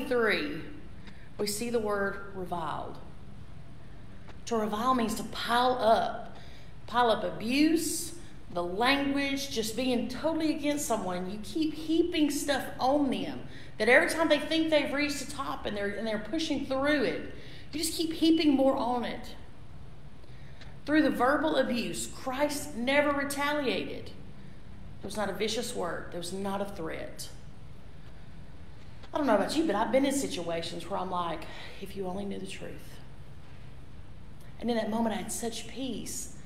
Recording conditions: large echoing room